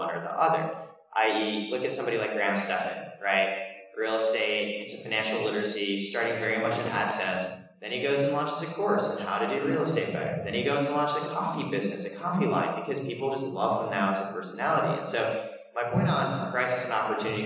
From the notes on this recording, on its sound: A panel recorded exclusively from Vidcon 2022.